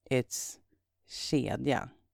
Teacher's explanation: That's spelled K-E-D-J-A. And now it's a K that sounds like sh instead of a K-J